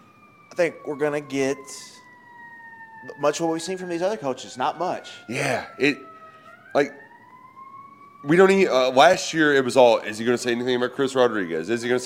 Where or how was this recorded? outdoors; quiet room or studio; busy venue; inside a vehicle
busy venue